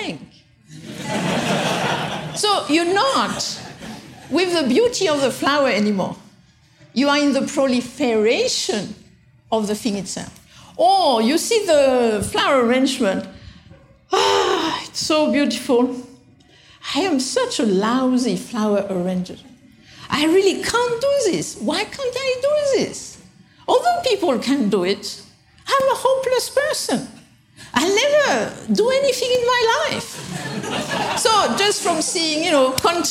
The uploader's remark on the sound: taken from the Buddhist Geeks Conference in 2012